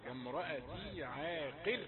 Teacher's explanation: عاقر مرققة لأنها سكنت بعد كسر سكنت للوقف بعد الكسر